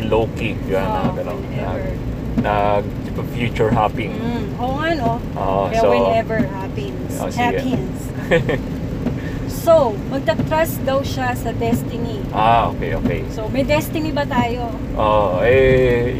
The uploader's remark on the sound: we're recording inside the car on a trip in Coastal Road